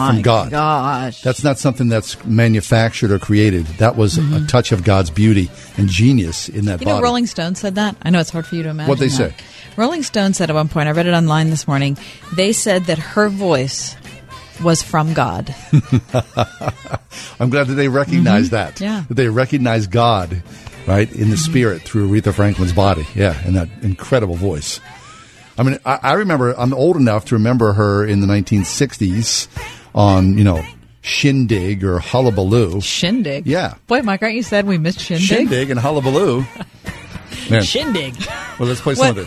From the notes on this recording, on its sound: go to the phones